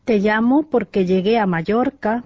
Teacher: Kaksois L ääntyy joko LJ yhteensulautuneena tai J.